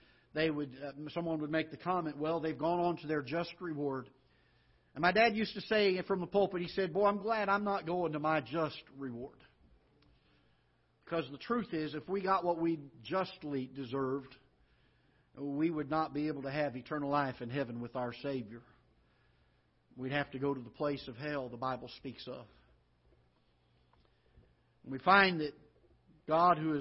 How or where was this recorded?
large echoing room